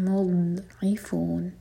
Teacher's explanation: فاولائک ہم المضعفون، ضاد پر قلقلہ نہ ہو اور ضاد ہم زبان کے سائڈ سے پڑھتے ہیں